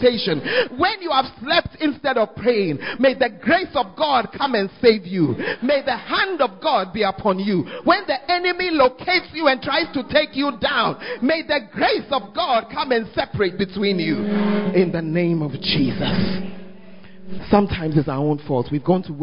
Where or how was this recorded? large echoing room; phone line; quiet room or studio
large echoing room